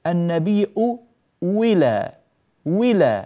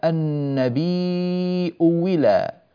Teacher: فالنبي إلى اجتمعت همزتان، الأولى مضمومة والثانية مكسورة، لاحظوا ذلك على ملء الشاشة بين أعينكم، فالهمزة الأولى مضمومة والثانية مكسورة، أؤي هكذا في صعوبة، فيجوز في الهمزة الثانية عند الأزرق عن ورش، عند ورش على كل حال يجوز له أن يبدل الهمزة الثانية واوا مكسورة